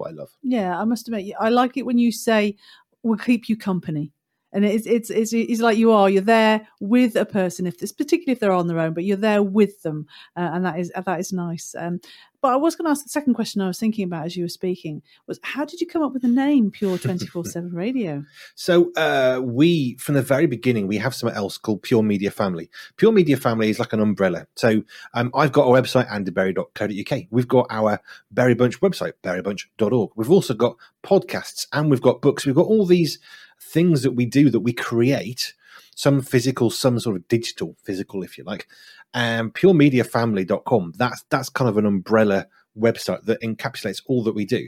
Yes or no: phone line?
no